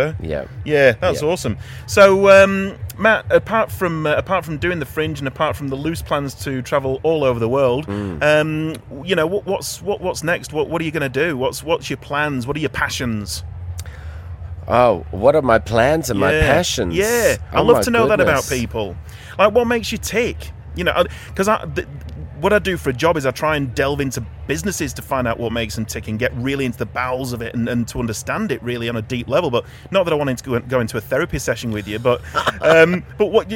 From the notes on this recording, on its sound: interview at the Adelaide Fringe!